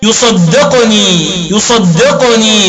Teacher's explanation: وقرأ الباقون بالضد وهو الجزم في القاف فيقولون يصدقني يصدقني، طبعا مع القلقلة